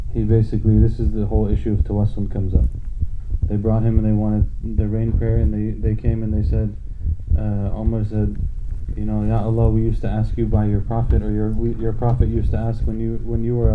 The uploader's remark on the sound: Visiting the Sacred Places - 06 (poor audio quality -sorry-).